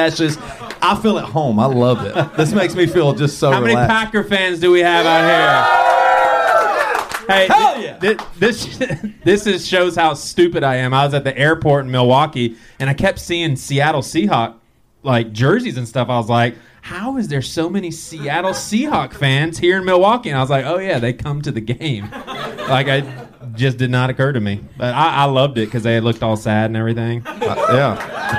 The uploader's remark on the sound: Live In Milwaukee. Roving reporters.